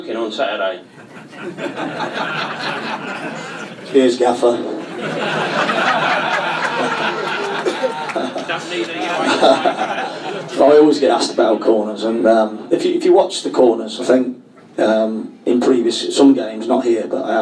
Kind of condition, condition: setting, live audience